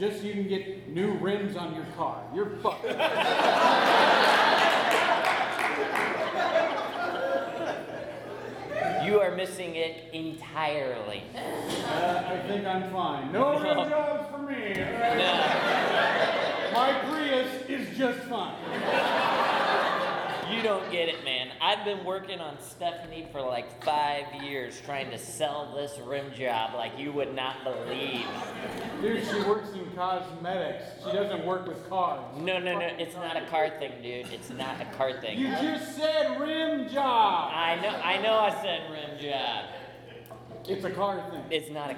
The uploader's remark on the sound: The purging of LIVE episodes continues with another all-new, uncensored, and totally improvised episode of Wisenheimer: The Podcast! A packed audience at The Establishment for a hilarious evening of improv comedy with a romantic theme.